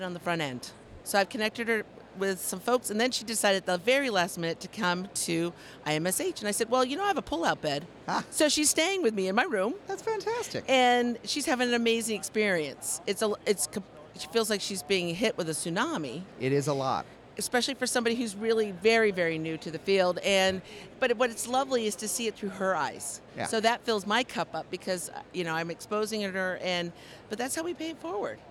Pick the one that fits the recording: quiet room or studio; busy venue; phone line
busy venue